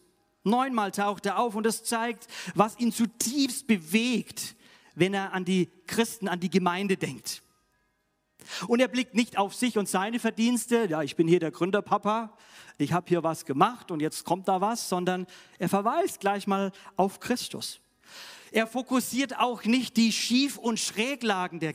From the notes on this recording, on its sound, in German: aus dem Classic-Gottesdienst der Missionsberg-Gemeinde (LM) vom 10.